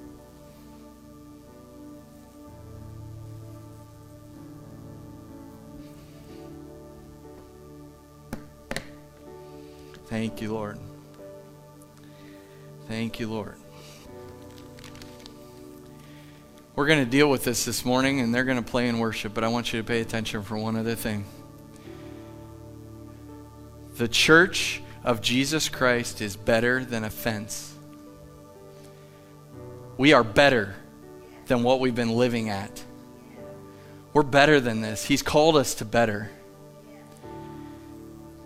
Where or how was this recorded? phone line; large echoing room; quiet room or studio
large echoing room